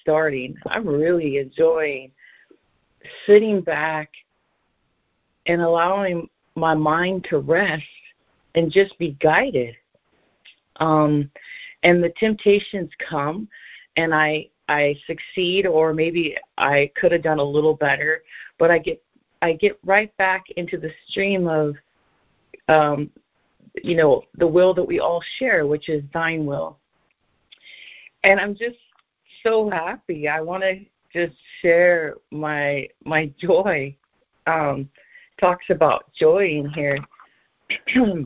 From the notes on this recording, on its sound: ACIM Daily Conference Call